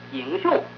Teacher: 河南英雄这两个平声字一阴一阳，河南话呢就颠倒过来变成功一阳一阴 · Term: 阴阳平声有倒置